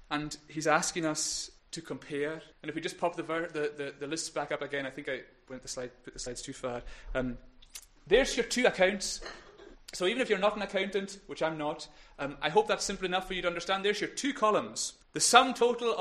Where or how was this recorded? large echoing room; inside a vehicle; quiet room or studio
large echoing room